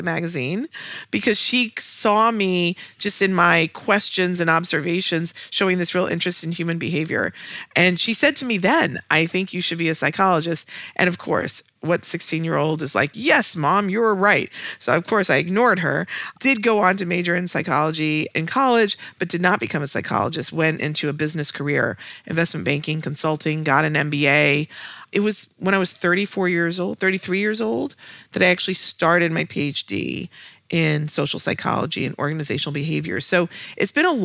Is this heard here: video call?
no